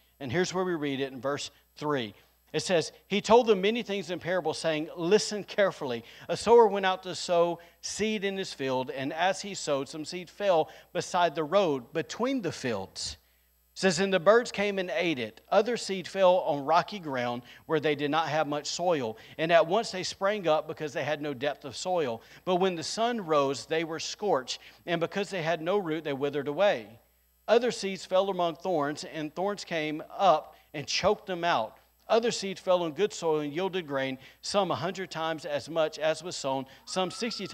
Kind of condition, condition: setting, large echoing room